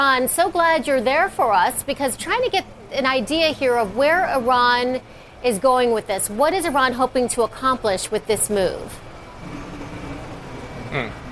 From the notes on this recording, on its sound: First Move is live from the New York Stock Exchange.